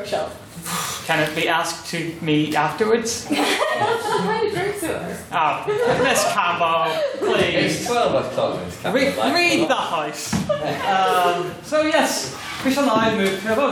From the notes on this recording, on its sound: Here is the recording of the second Ordinary Meeting of our 169th Session, where the house convened